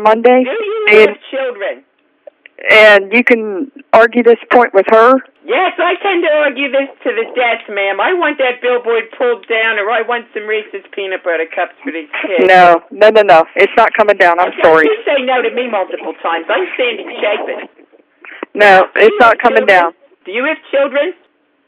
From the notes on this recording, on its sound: Prank Phone Calls